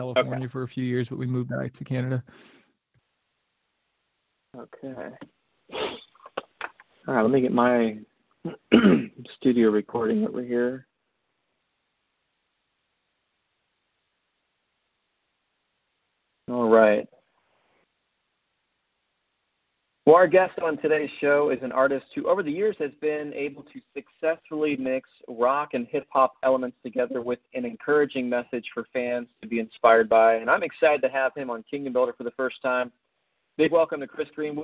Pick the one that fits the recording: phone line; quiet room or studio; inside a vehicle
phone line